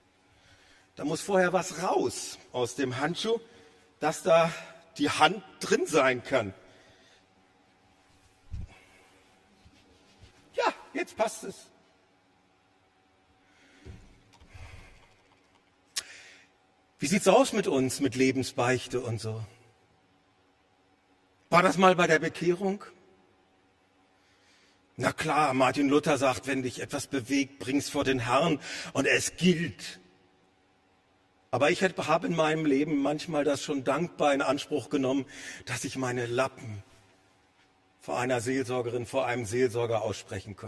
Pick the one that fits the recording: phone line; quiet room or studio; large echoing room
large echoing room